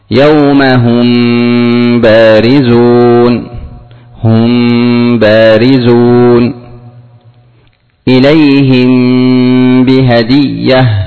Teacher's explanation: لخروج حروفه من الشفه، لأن الميم من الشفه والباء من الشفه، فلما خرجت الحروف من الشفه سمي إخفاء شفويا. · ميم وبعدها باء، غنة وتأخر بمقدار حركتين